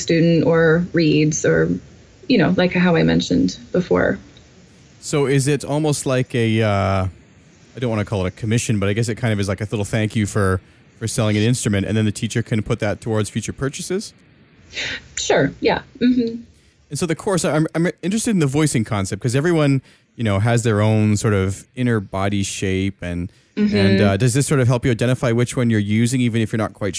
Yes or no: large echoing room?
no